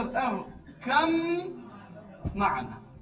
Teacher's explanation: الباء مع الميم إدغام يصير ميم مشدد، فصير اركم معنا. · Term: الإدغام المتجانس